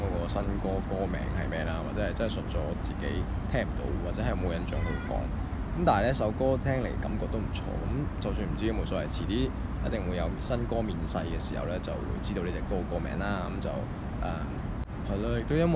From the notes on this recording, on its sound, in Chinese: 搭船入馬灣。戶外錄音多多包涵。